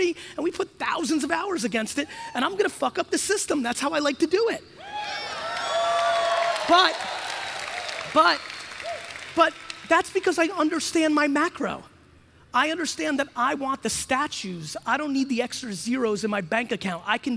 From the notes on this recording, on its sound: Keynote from 2019. This one is at a conference in Los Angeles in 2019.